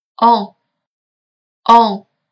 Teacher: 的时候啊，你的气流完全是从你的口腔当中喷射出来的。啊，好，接下来呢，我来介绍一下我们今天要学习的第二个原因。它和我们刚刚学的不太一样的地方在于，它是一个鼻原因。既然是鼻原因的话，那么你就应该知道我们在朗读这个因素的时候，它的气流不仅仅是从我们的口腔当中出来，还有一部分气流是要通过我们的鼻腔发送出来的。